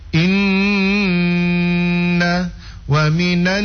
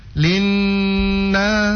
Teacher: Nun mim bertasydid itu ditahan, digunnahkan, dengungnya ditahan minimal 2 harokat. · Shown in: first take